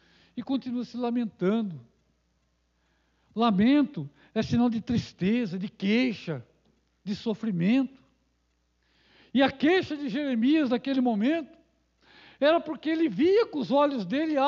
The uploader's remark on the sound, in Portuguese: Culto gravado em 03/12 durante a celebração do culto de cura e libertação.